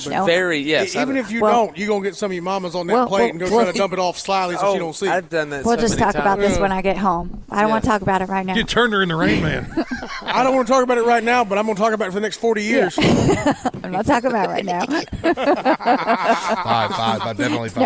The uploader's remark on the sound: WE ARE LIVE FROM THE BON SECOURS WELLNESS ARENA FOR THE LEO SANTA TOY DRIVE